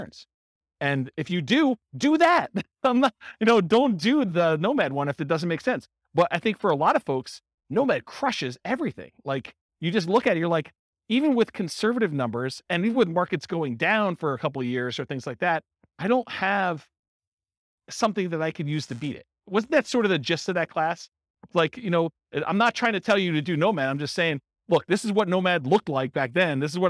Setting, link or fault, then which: setting, live audience